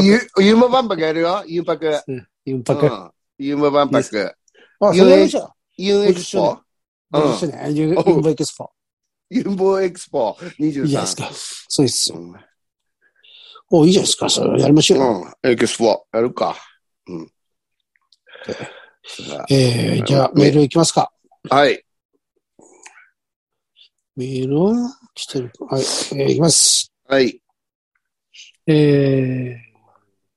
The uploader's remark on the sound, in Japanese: ZOOMで収録。